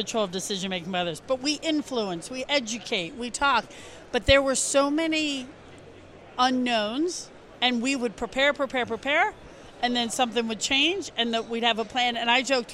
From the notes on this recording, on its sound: Stopped by the ISBI 360 booth at the ALSD Conference to share a few moments of insight.